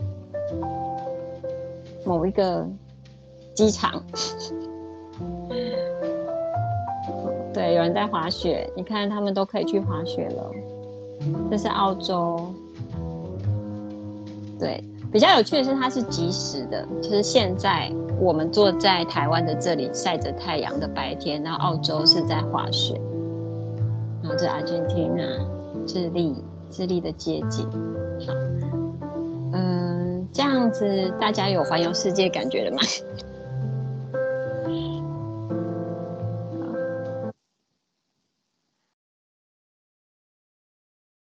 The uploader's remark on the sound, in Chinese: 此為線上課程錄音檔